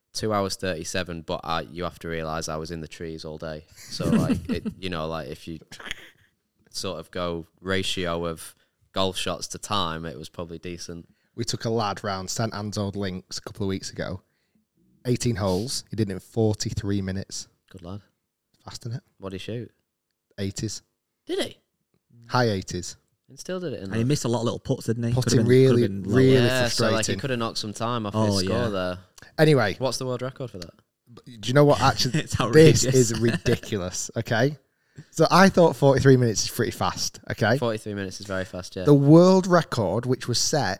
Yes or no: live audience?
no